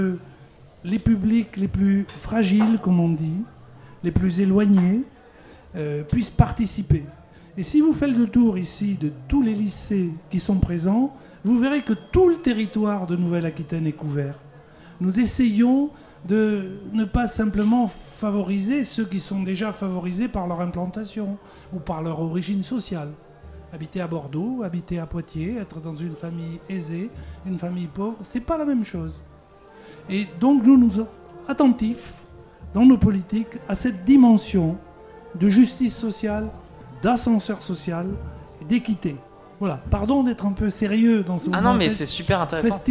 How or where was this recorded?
busy venue